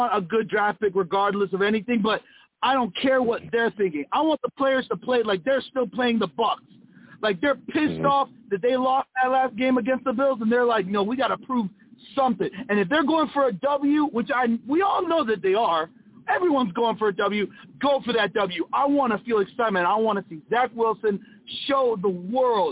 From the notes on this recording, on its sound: I also take live callers!